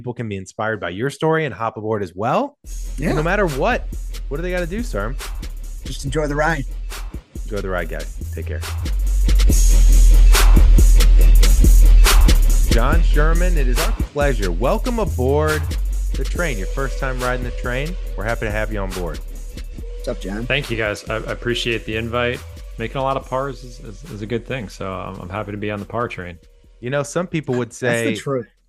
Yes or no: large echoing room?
no